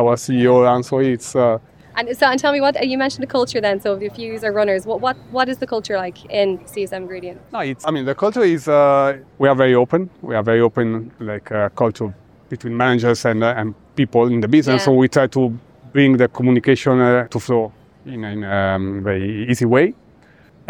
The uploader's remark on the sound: At the recent SAP Sapphire event in Barcelona, a select number of SAP customers were invited to an exclusive event on the rooftop of the Edition Hotel. In between drinks and nibbles.